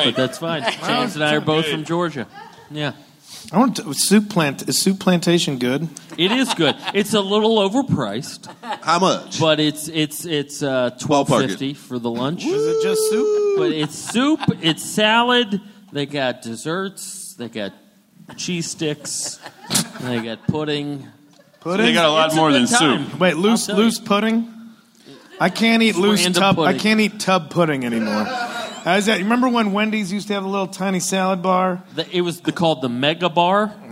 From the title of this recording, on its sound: Live from LA Podfest